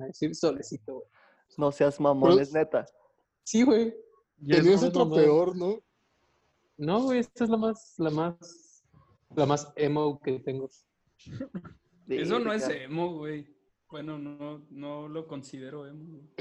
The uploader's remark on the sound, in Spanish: videollamada, todos en cuarentena. *En vivo desde casa.